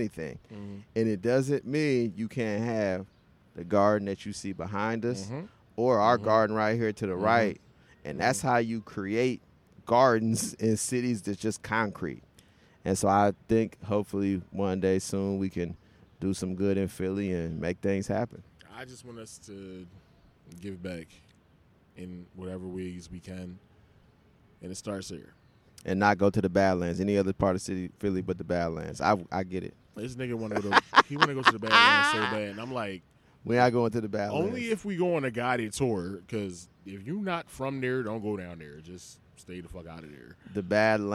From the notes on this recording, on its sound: In this episode we decided to record in our garden at the Five Points MARTA station.